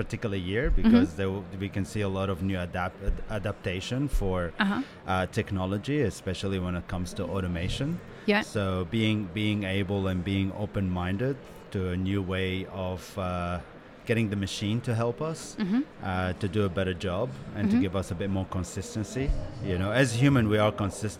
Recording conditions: busy venue